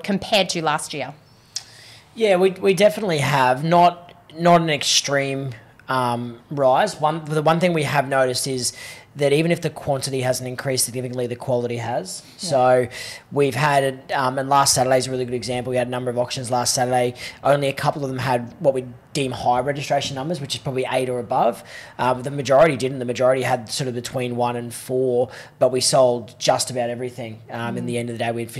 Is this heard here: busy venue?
yes